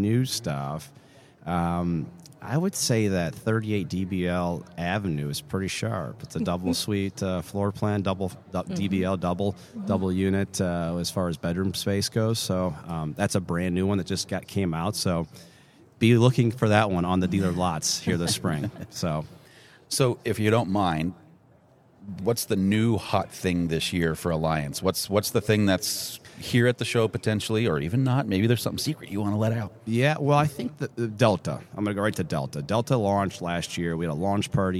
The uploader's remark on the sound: Live from the 2024 Flordia RV SuperShow.